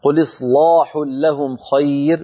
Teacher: بتفخيم اللام على رواية ورش، وهذا شيء لا نفعله في الروايات الأخرى